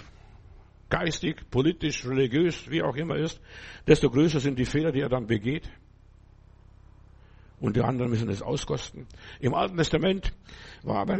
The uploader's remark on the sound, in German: im Gemeinde-Zentrum in Berlin aufgenommen